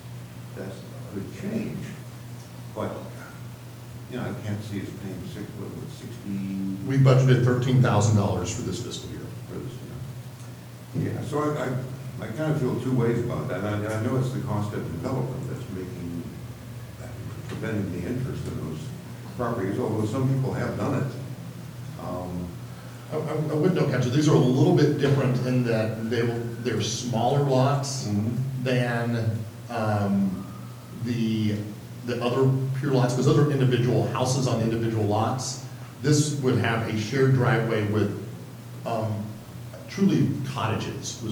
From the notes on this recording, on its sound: Live recording of the July 1, 2019 Astoria City Council meeting.